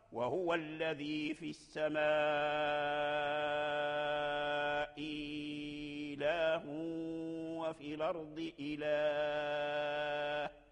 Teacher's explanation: إذا لقي متحرك كالمثال الذي قرأناه من سورة الزخرف فتجري فيه الأوجه الثلاث، كالمد المبدل ألف من الهمزتين المفتوحتين تجري فيه الأوجه الثلاث: التوسط ثم الإشباع ثم القصر، لأنه لقي متحرك، يعني اللام من إله متحرك. الهمزة المبدلة ياء في إله رجعت ياء، ولكن بعدها اللام متحرك